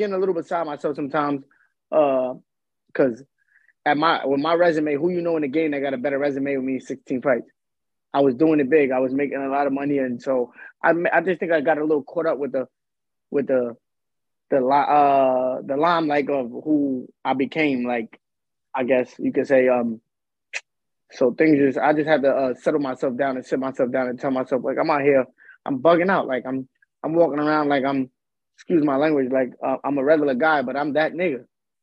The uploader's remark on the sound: VIRTUAL PRESS CONFERENCE